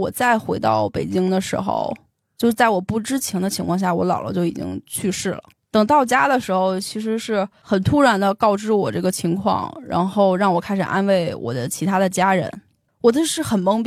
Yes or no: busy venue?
no